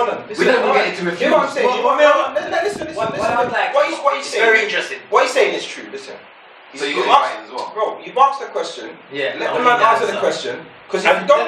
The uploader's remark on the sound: Messed up the recording.